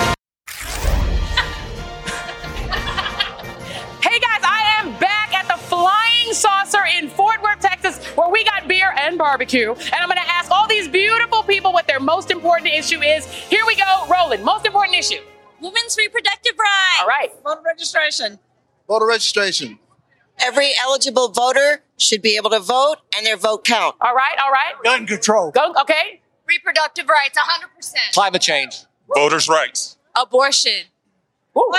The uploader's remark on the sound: Live from the Flying Saucer Draft Emporium in Fort Worth, Texas! Our in-person audience. Roadtrip edition.